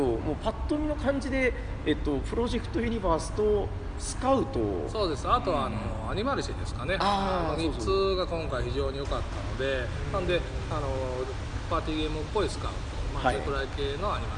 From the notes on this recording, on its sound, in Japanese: ゲムマ２０１９秋。ゲムマ会場で収録しました。